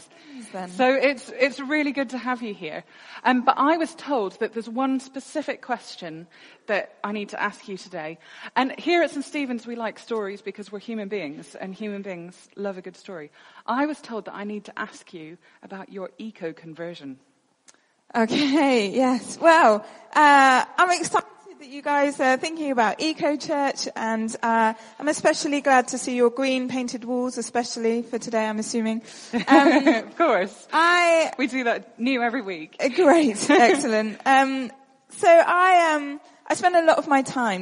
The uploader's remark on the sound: at our shared lunch